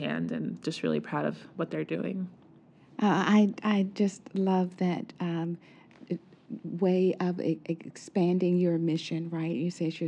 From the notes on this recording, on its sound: This episode was recorded live and in person at Movement is Life’s annual health equity summit.